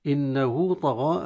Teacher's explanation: النون المشددة حكمها الغنة بمقدار حركتين